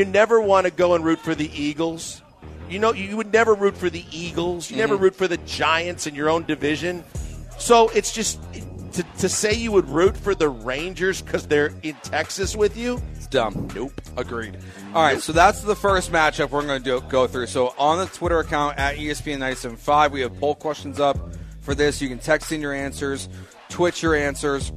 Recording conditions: busy venue